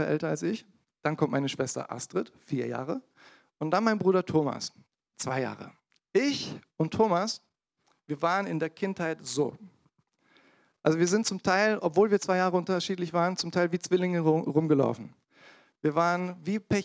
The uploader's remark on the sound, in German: In der Gemeinde Kaleo Schopfheim aufgenommen.